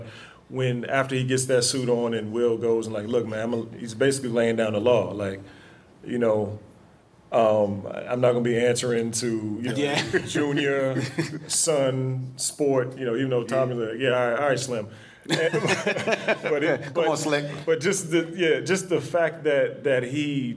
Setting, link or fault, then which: setting, busy venue